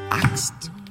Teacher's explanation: Das A wird allein mit dem Atem durch den Rachen und mit weit offenem Mund ausgesprochen.